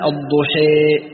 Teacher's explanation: أن تنحو بالفتحة نحو الكسرة، وبالألف نحو الياء، ويزاد من غير قلب خالص ولا إشباع مبالغ فيه، ويسمى هذا بالإمالة الكبرى، ويعبر عنها عند المتقدمين بالكسر والياء والإضجاع ونحو ذلك.